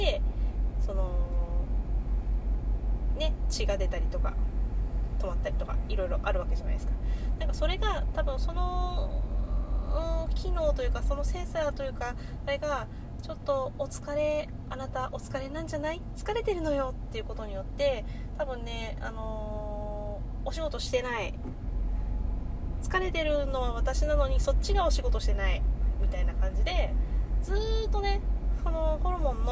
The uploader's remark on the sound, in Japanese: 運転中に収録しているので雑音多目。